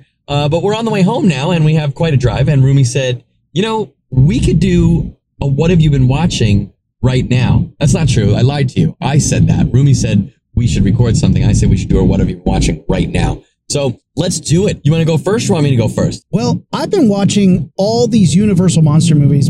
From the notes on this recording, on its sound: This episode was recorded in the car on the way back from Wondercon so deal.